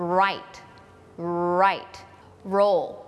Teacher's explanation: ตัวR เนี่ยปากมันจะอูมๆมันเหมือนห่อตัวเข้าไปลิ้นกระดกเหมือนเดิมแต่มันไปแตะบนเพดานปาก